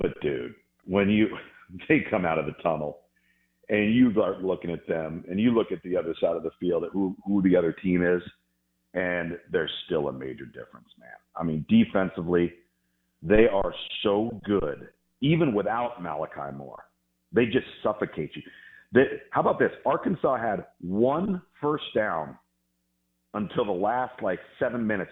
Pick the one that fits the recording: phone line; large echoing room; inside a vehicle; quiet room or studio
phone line